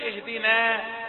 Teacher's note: لما وقفنا نقول اهدنا لان مفيش مؤثر صوتي من الصاد، ظلت النون على حالتها لانها من حروف الترقيق